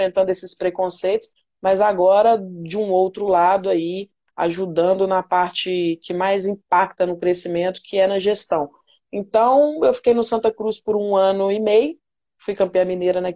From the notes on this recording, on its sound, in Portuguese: Rolou uma live no meu instagram